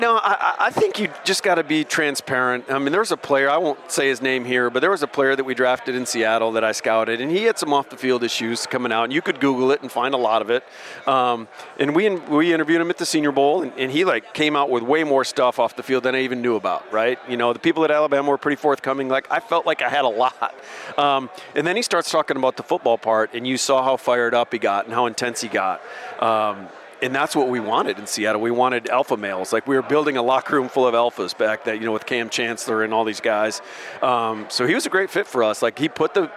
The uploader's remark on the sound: joins us live from SEC Media Days